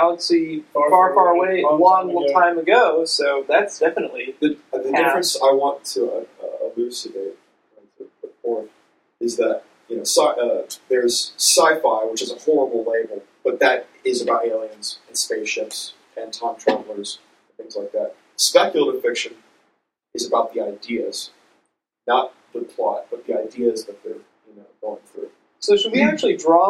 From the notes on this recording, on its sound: Apologies about the awfuller-than-usual sound quality. We tried to use a bunch of different.